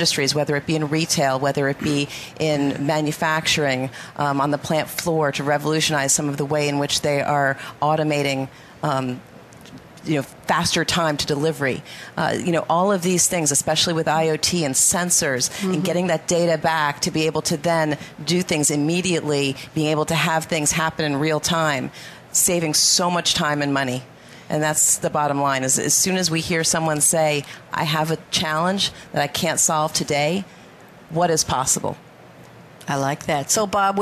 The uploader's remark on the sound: Coffee Break with Game-Changers Radio was invited to broadcast live from SAPPHIRE NOW 2017